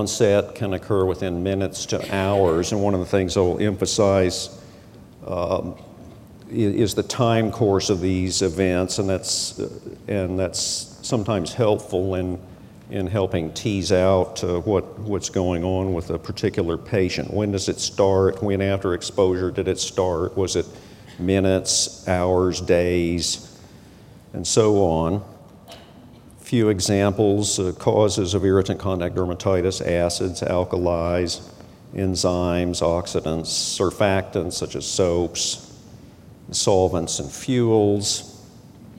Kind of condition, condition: setting, large echoing room